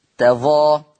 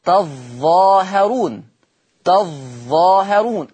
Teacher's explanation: يقرأ حفص بفتح التاء وتخفيف الظاء · Shown in: first take